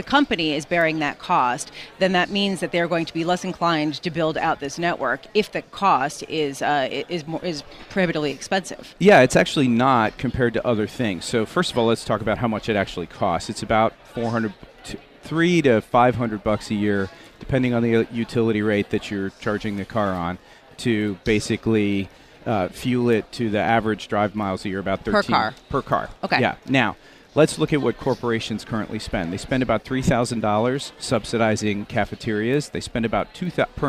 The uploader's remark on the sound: Broadcasting Live from Bloomberg's New Energy Finance Forum in NYC.